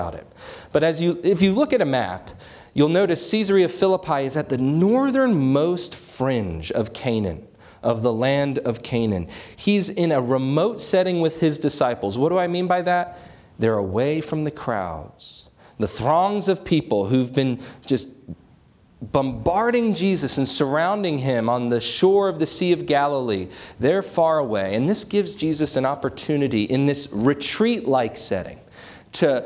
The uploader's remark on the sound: This sermon was preached on January 21, 2024 at Antioch Presbyterian Church. At Antioch Presbyterian Church, a mission work of Calvary Presbytery of the Presbyterian Church in America located in Woodruff, South Carolina.